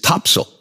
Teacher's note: And if you go to the area and you spend enough time there, you will very quickly find out that the way to pronounce it is Topsail. So it's a real quick T-O-P sound, and the second syllable is very quick and more like a small S-I-L.